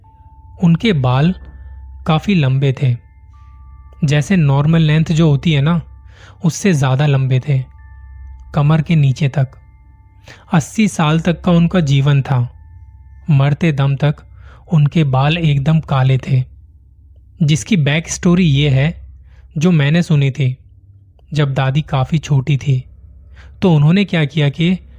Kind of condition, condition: fault, phone or laptop microphone